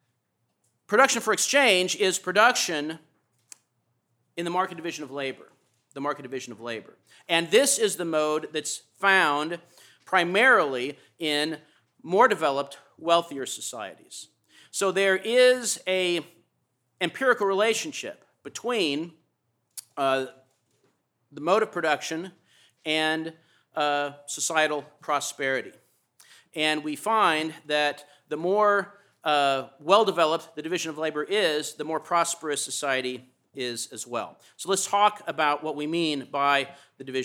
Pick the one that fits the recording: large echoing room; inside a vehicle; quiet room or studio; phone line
large echoing room